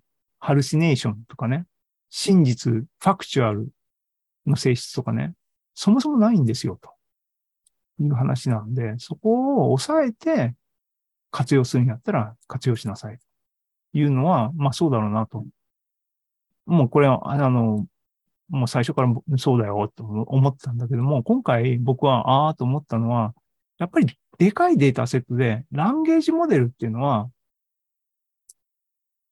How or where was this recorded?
video call